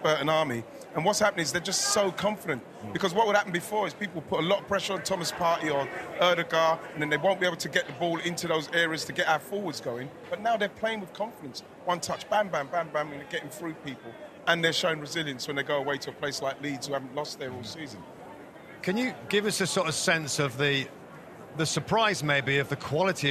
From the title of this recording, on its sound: Live From Philadelphia Fan Fest